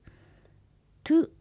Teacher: 立ちつてとのつという音はなく、トゥという発音になります